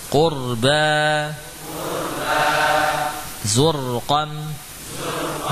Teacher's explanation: ra sukun sebelumnya dhammah, ini juga dibaca tebal